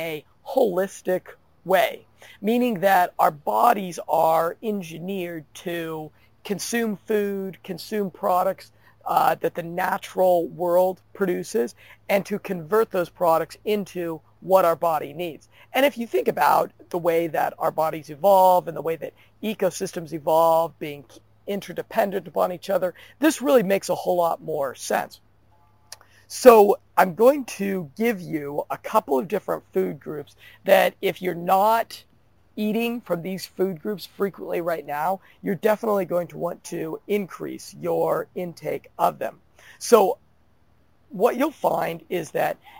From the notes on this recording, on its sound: Sorry about the audio quality , I recorded this podcast (while being rained on). In a park at the border of Panama and France.